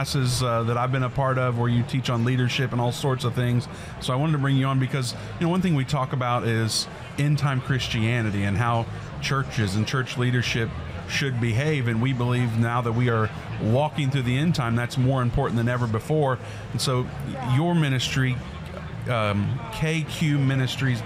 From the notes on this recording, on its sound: We are doing the show LIVE from the Indiana Convention Center in Indianapolis, Indiana.